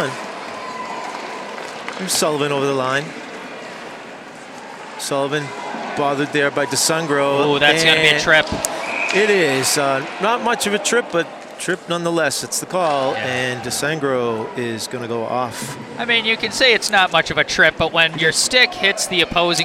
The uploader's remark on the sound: Coverage of the 2023 Mayor's Cup Youth Hockey Tournament at Boston College.